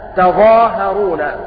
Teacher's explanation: بفتح التاء وتخفيف الضاء والهاء، تظاهرون. وأصلها تتظاهرون، فحذفت إحدى التاءين.